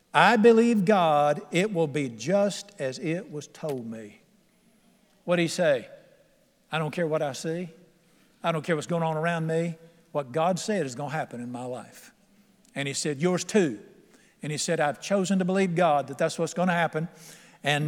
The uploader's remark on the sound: at The Lamb's Chapel, Burlington, NC.